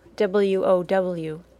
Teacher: Notice the way your lips start in a small circle, then open, then end with the small circle again. · Term: W sound